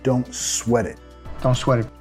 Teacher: Así que, don't sweat it. Sweat it, vinculando con la R suave de español ahí